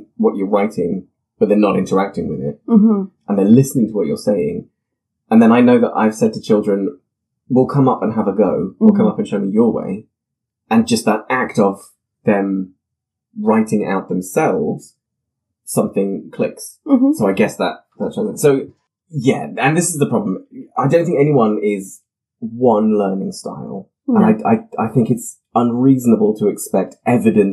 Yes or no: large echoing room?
no